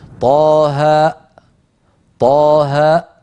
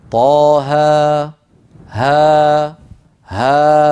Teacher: لما ننطق ألفا أيتها الأخت الكريمة ما نقفل الوترين، وإلا لو أقفلناهما ستخرج همزة · Shown in: second take